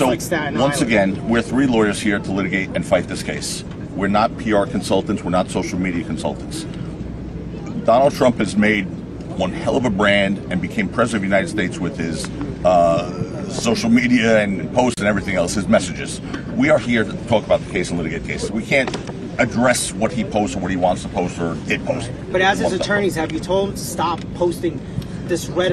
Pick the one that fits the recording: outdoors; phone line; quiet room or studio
outdoors